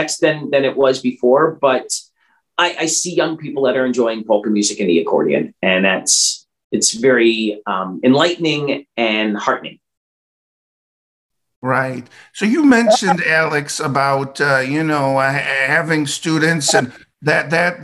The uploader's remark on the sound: Original Zoom Audio